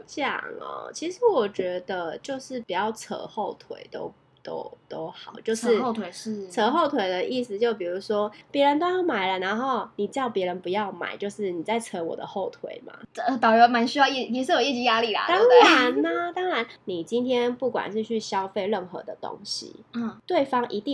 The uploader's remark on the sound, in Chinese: 這集因為忘記關空調有一點點小雜音！請見諒。